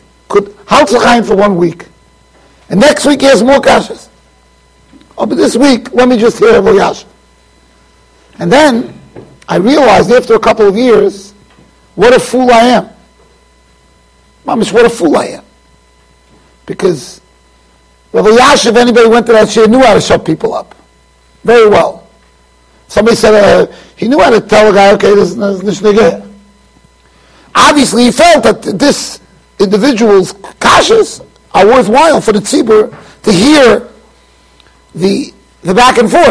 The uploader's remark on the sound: Shiur recorded in Yeshivas Ohr Reuven, Monsey NY.